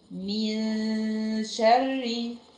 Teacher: شلت طرف اللسان ده من مكانه، وخليت بس صوت الغنه هو اللي يخرج. من شر، اتاكد ان لساني ما خبطش في المكان ده. · Term: اخفاء